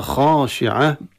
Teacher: ثم خاشعة الخاء مع الألف تفخيم